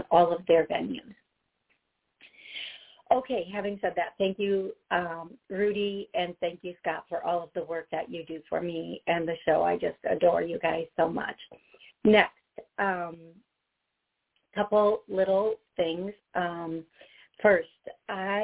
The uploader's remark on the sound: LIVE CALL